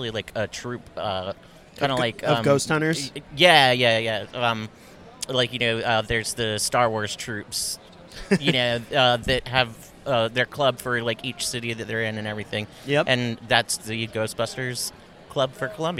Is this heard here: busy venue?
yes